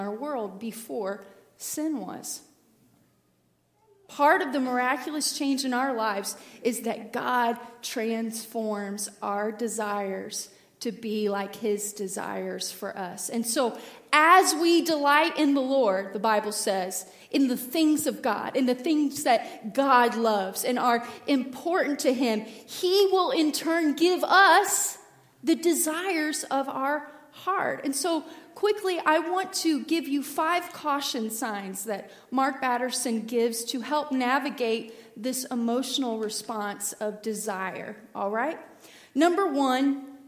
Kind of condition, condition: setting, large echoing room